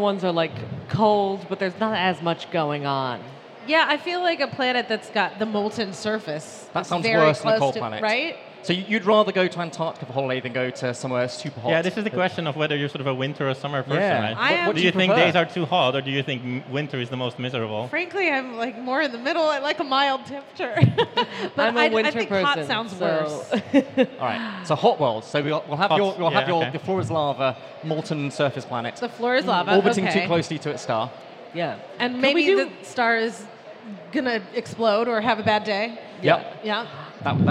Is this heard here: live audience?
yes